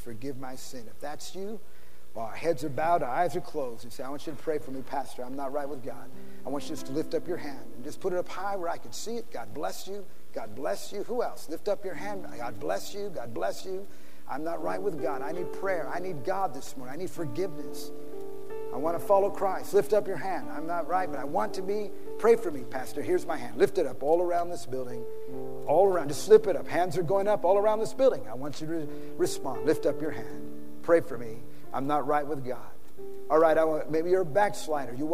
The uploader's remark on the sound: PREACHED IN SAN ANTONIO TX.